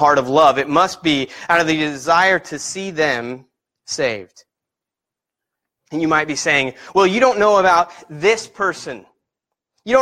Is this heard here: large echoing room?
yes